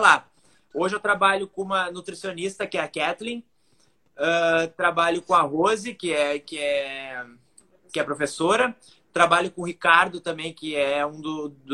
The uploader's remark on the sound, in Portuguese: Live realizada no Instagram